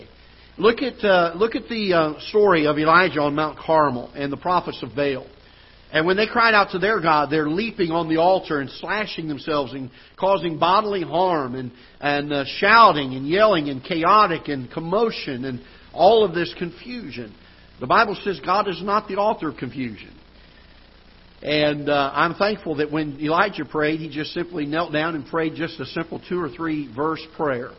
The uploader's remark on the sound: Ketha Heights Baptist Church ~ Live Broadcast